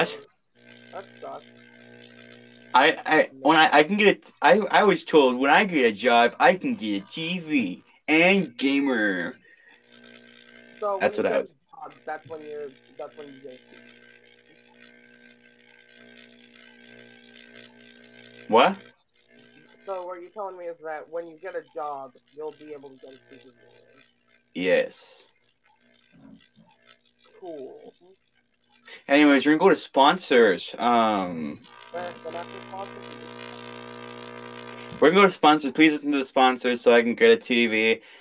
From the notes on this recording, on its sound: sorry about the bit of static in the background!